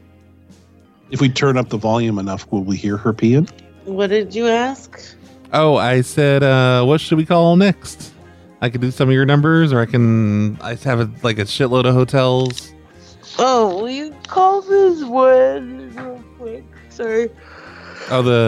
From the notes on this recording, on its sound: 24 hours of live prank calls